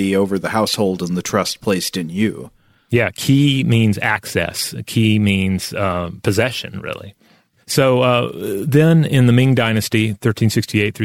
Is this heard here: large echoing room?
no